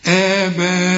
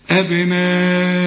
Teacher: المد الواجب ده عند الوصل وعند الوقف لازم تمده 4 حركات